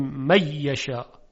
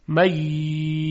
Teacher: مقداری صدای یا مشدد رو با غنه می کشیم · Shown in: second take